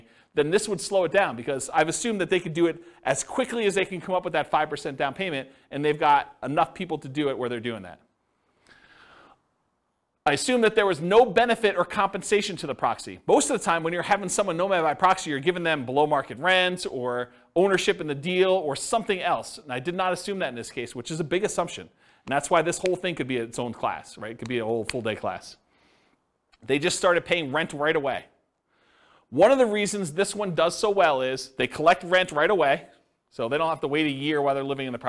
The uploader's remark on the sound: This was a live class recorded